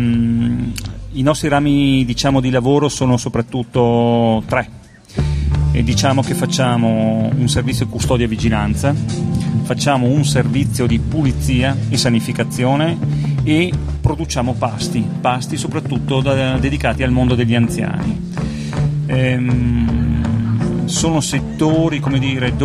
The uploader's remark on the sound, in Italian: In questa puntata speciale in diretta da Piazza delle Erbe di Rovereto, in occasione di "Ama chi ti pare"